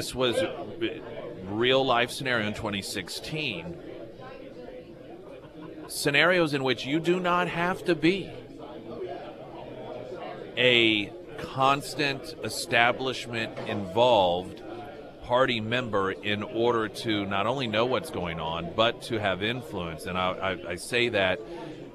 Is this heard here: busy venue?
yes